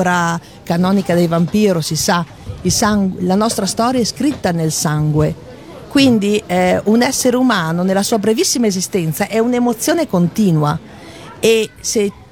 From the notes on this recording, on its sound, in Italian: Da San Marino Comics 2020 la nostra intervista